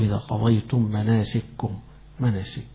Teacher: أشياء فيها مثلان، حرف متكرر فيها يقرأها بالإدغام